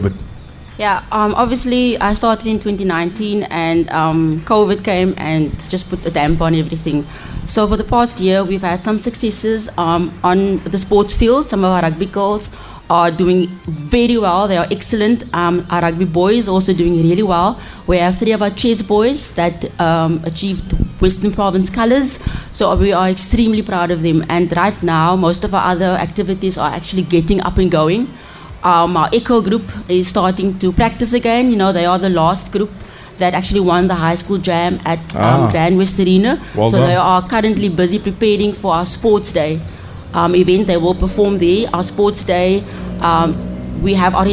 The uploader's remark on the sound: Live from Elsies River High School, The Big Breakfast Show chatted to the school's principal.